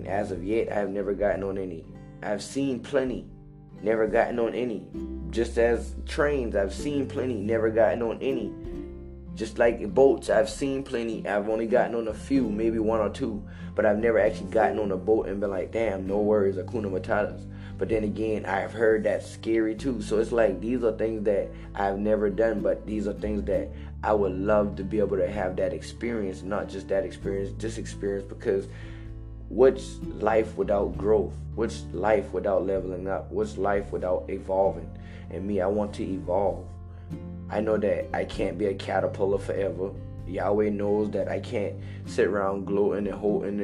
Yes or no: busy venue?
no